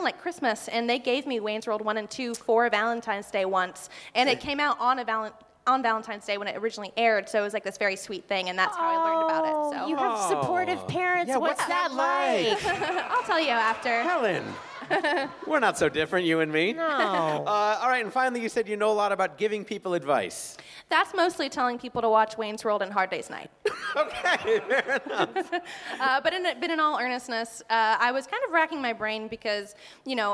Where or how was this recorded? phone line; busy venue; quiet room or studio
busy venue